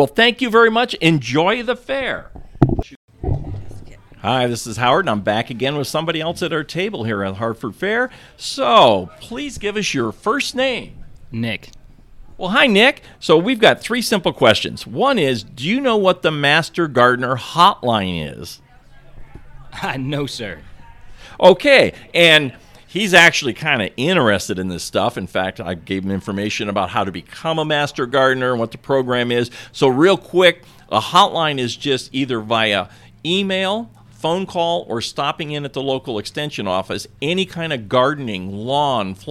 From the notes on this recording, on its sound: 2023 HARFORD FAIR INTERVIEWS. I'm going to guess it had to be close to 1,000 people. I was at the table with a microphone in hand to talk to people about a couple of areas.